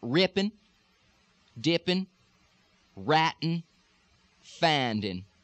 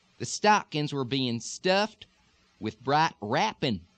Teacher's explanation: ING endings in Texas almost all the time, especially in colloquial speech, you can drop the G part